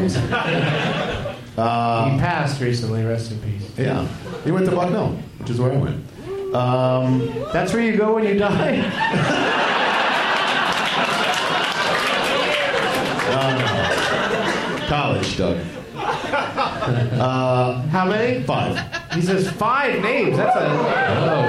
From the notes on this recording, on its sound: Live from the Helium Comedy Club in Philadelphia